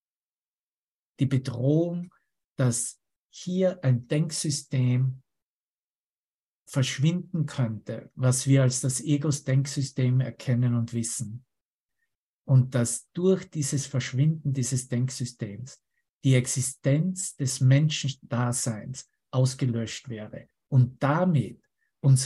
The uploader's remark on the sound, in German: Zoom-Session. Veranstaltet von der Aleph Akademie.